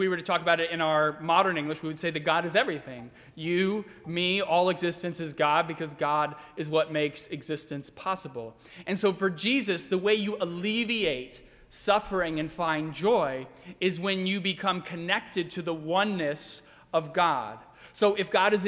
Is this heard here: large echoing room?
yes